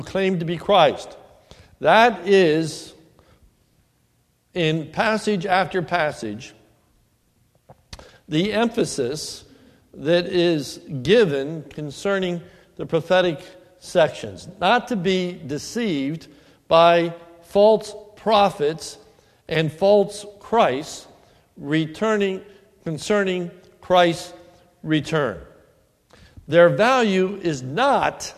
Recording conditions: large echoing room